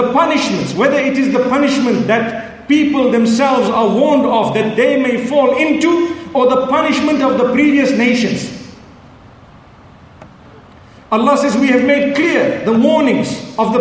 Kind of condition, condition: setting, live audience